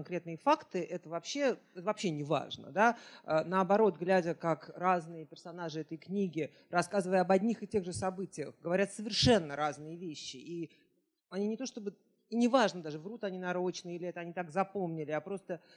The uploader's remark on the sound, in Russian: Публичная дискуссия